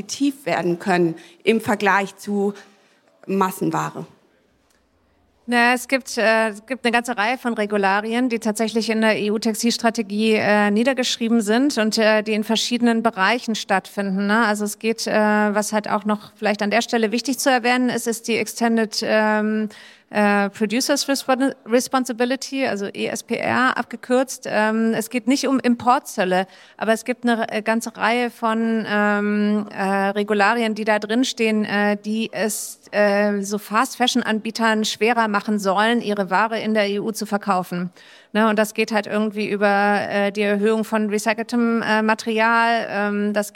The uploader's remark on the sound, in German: Ein Podcast live von der SEEK. Live Podcast produziert auf der SEEK Tradingshow.